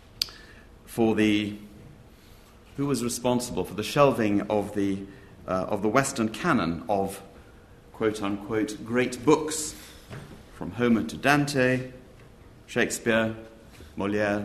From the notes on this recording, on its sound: This event forms part of the LSE Space for Thought Literary Festival 2015